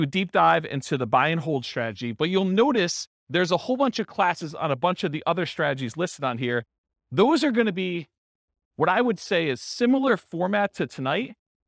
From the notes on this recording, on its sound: This was a live class recorded